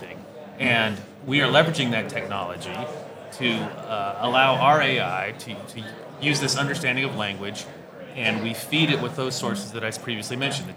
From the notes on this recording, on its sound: During a recent trade conference, we had the pleasure of recording an insightful conversation